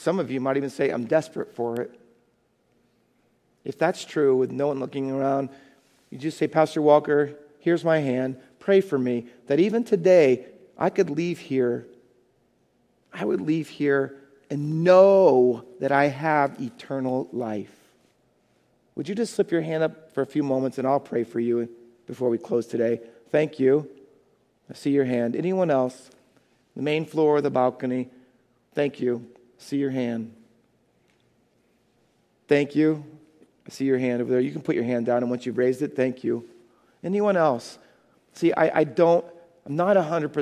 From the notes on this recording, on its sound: Faith Baptist Church in Hamilton, NJ.